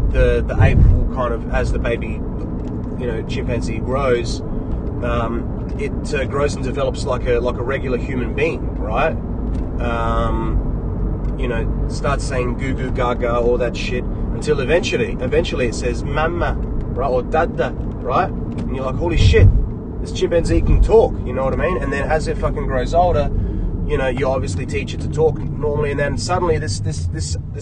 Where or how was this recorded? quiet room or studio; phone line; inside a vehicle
inside a vehicle